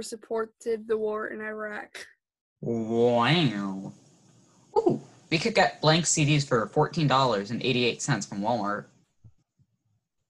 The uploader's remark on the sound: Here's a glimpse inside another Business Meeting over ZOOM.